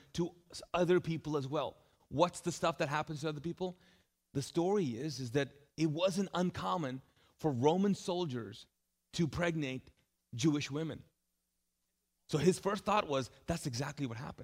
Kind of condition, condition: setting, large echoing room